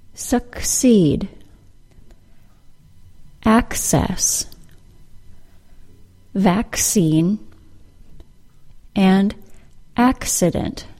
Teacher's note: In addition to the word succeed, the two C's in the words access, vaccine, and accident are pronounced as a K sound followed by an S sound